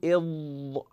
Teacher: نقول إض إض إض، لو تلاحظون وتطبقون معي نقول إض، نلاحظ أن حافة اللسان كانت في الأضراس العليا · Term: الضاد